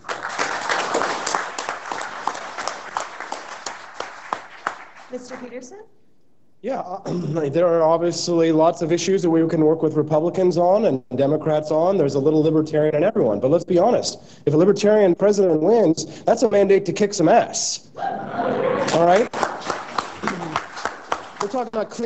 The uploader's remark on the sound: LIVE POTUS Debate at the Libertarian Party Texas Convention